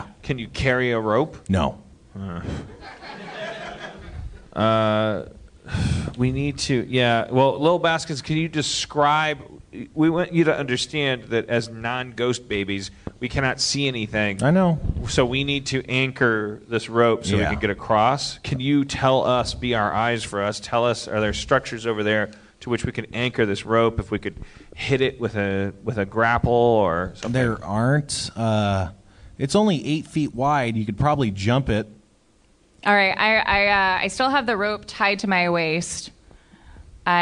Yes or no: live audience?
yes